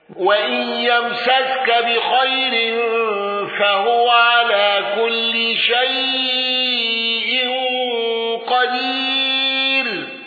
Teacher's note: خلف عن حمزة بترك الغنة والسكت على شيء.